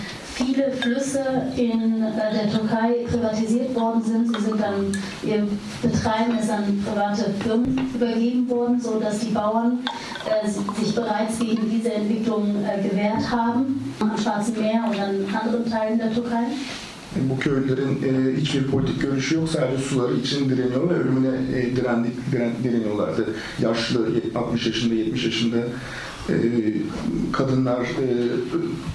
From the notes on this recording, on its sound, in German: In dem Kinoraum voller Publikum